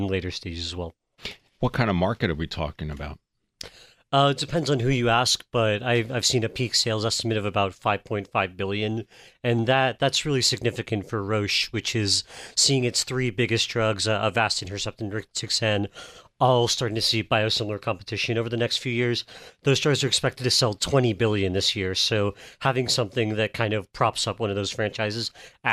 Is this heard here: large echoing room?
no